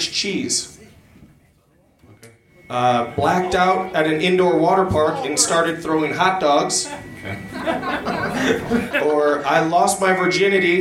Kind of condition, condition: setting, live audience